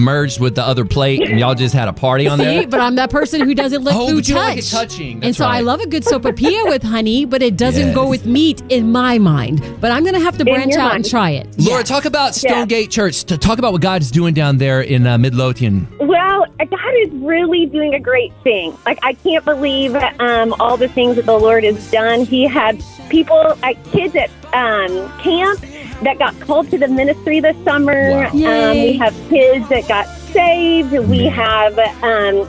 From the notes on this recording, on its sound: Listeners call in with their unpopular opinions. 94.9 KLTY.